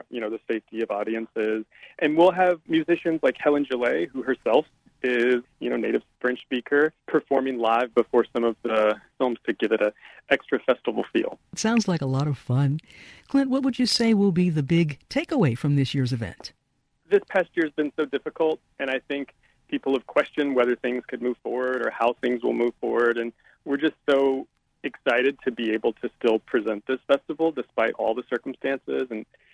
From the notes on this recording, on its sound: joins us by phone